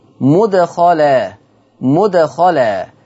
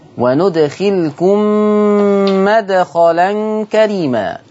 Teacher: حفص عن عاصم قرأ بضم الميم: مدخلا مدخلا، بينما ورش عن نافع قرأ بفتح الميم